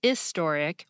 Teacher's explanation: British people pronounce historic as historic without the H